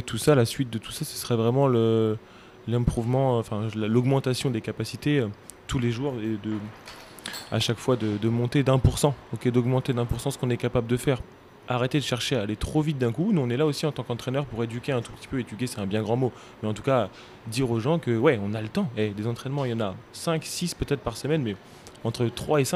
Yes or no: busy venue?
yes